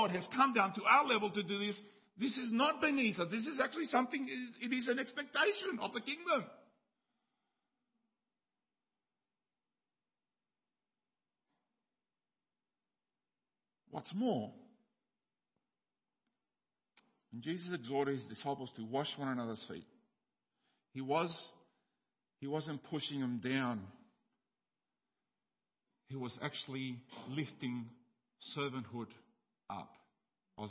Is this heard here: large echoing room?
yes